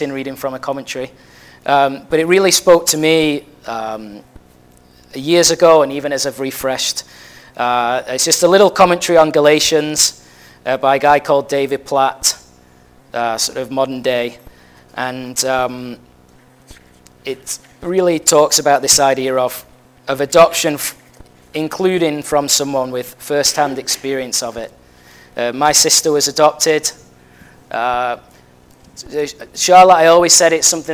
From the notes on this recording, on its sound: at Family Church Westhoughton